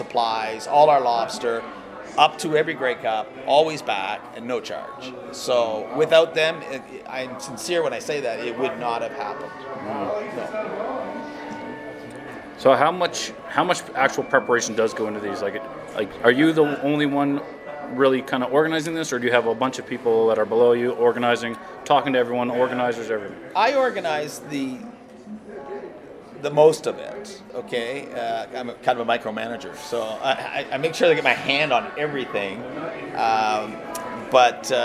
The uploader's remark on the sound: This was recorded in a hotel lobby the afternoon of the naming of the Atlantic Schooners with SSE back in 2018.